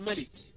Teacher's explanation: على كل مثلا لما تقول ملك، ملك عندي فيها ميم، هذه الميم متحركة خفيفة يعني بدون شدة، ملك فيها صوت غنة بسيط لابد يعني، وإذا أردت أن تتأكد من ذلك حاول أن تغلق أنفك ثم تنطق ملك، ستجد أن هناك يعني كأنه صوت حاول أن يخرج من الخلشوم ولكن امتنع أو منع لأنك أغلقت مساره، فستجد الصوت تغير قليلا عند نطقك كلمة ملك. · Term: صوت الغنة